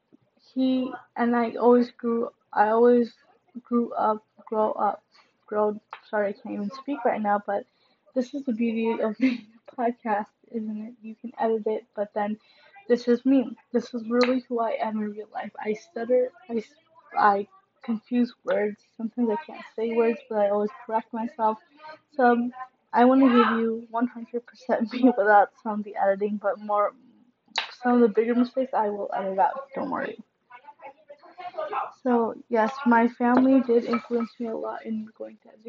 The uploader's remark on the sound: Sorry for the background noise!